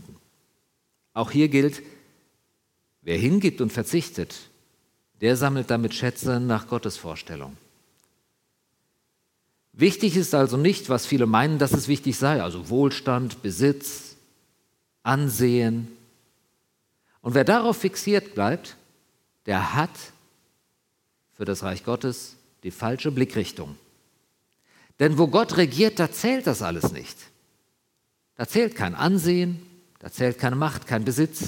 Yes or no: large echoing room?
yes